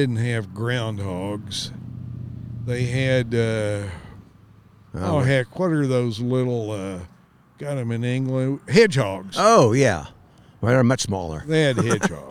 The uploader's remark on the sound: A podcast recorded next to the old Green River Bridge. Mobile podcast recording studio.